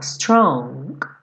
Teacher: Tem um acabamento muito leve desse G no final.